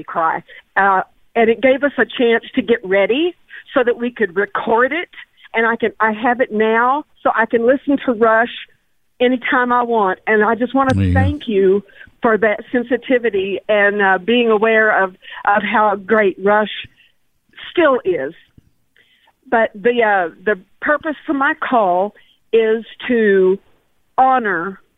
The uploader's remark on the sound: From NewsRadio 740 KTRH in Houston, welcomed more of your Open Line Friday calls as 2021 ticked down to midnight.